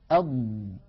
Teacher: لما نقول أض تلتصق كل هذه المنطقة كلها على غار الحنك الأعلى، فينحبس الهواء خلفها، فبهذا الانحباس يحدث هنا ضغط.